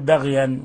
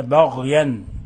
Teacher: أيضا تفخيم الغين بغيا، ما تقول بغيا وإنما بغيا، الباء مرققة والغين مفخمة · Shown in: second take